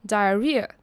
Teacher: or diarrhea 首先要注意到的是 either 要注意到，不管是英国人或是美国人，他们都会有两种念法，一种是 either，一种是 either，两种念法都可以。最后要注意到的是 cravings 还有 diarrhea 这两个字。首先要注意到的是 cravings，它的 s 是发 z 的音，当一个字的字尾结尾是有声子音的时候，像是这边的话是 v，还有 ing 的鼻音的时候呢，s 就要发成 z 的音。而 diarrhea 这个字呢，首先它的 h 是不发音的，结尾的 ea 不是发 e，而是念 ear